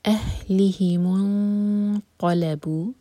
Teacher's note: میم ساکن پر دومہ لگا کر ہم آگے کنیکٹ کریں گے اور اخفا کریں گے